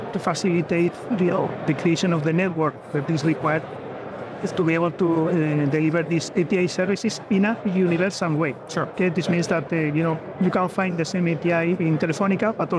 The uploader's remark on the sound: Included are our new TGI Open Mic segments where attendees at MWC gave us their viewpoints on everything they were hearing, thinking and seeing at the conference.